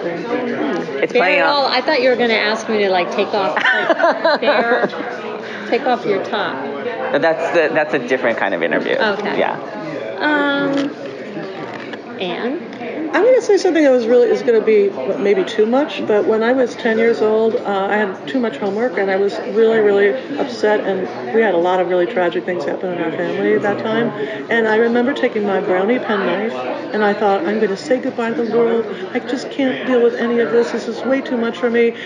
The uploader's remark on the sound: Live from Feinstein's/54 Below press day.